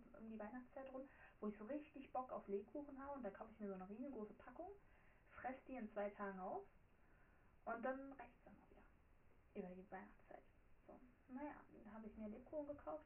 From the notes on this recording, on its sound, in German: sorry für den Ton